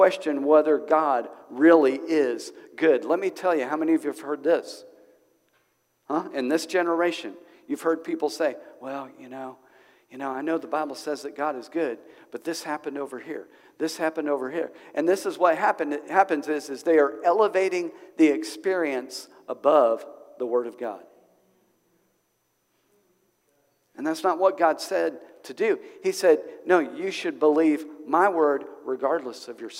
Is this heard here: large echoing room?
yes